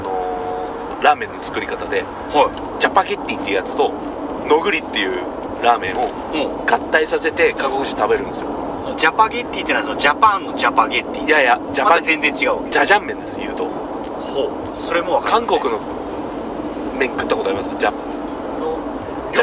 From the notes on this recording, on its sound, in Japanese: 車の中で収録してます。